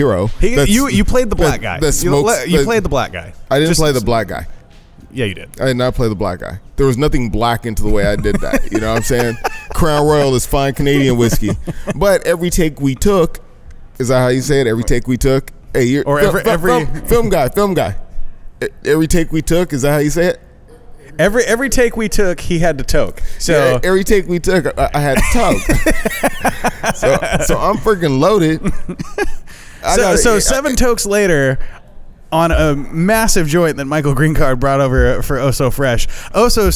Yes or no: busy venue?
yes